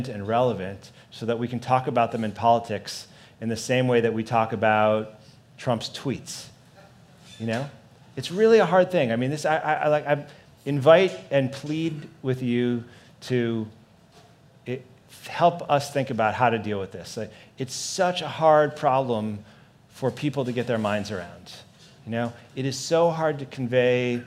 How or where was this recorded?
busy venue